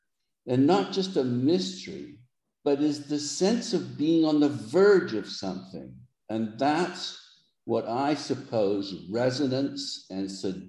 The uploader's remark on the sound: The Zoom connection was poor on this one.